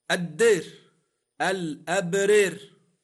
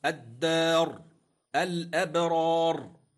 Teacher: لاحظ أن كلمة الدار نطقتها بالإمالة · Shown in: first take